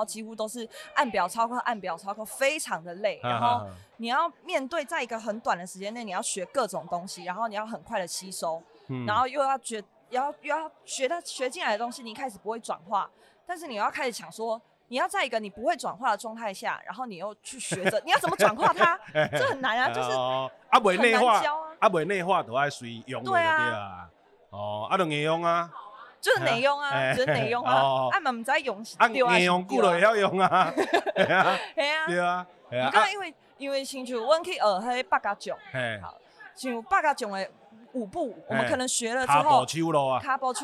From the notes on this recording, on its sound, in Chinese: 不可能連吃尾牙也要錄Podcast。在尾牙現場把麥克風架起來！